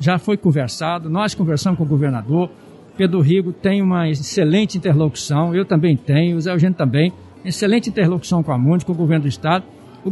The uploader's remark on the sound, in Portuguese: Episódio gravado no evento "Seminário de Novos Gestores", realizado em dezembro de 2020.